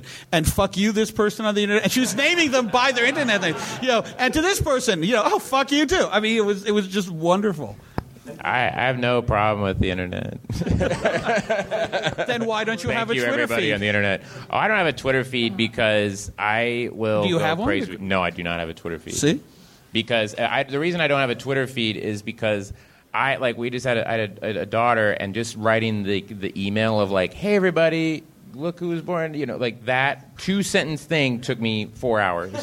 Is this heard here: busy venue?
yes